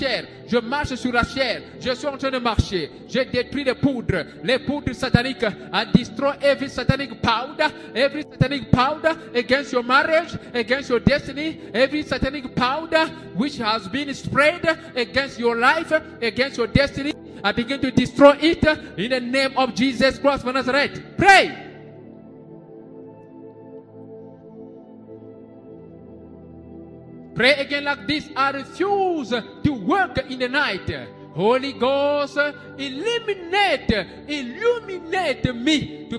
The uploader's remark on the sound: SUNDAY LIVE SERVICE